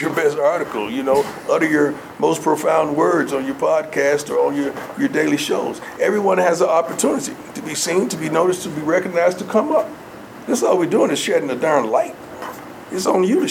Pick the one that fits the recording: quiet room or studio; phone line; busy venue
busy venue